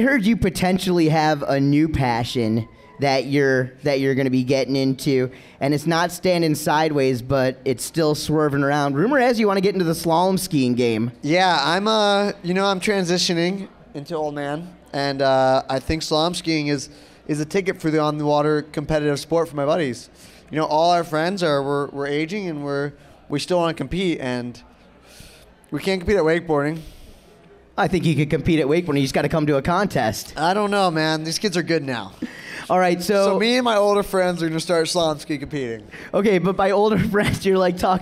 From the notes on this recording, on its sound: Recorded live from the 32nd Active Water Sports' Evening With the Stars event in Oregon City.